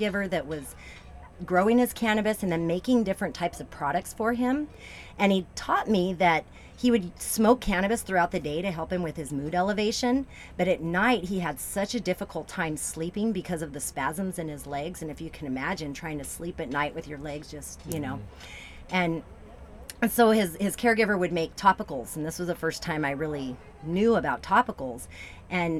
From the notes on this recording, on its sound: The third episode in our series recorded in the CannaVan at The Women of Cannabis Conference.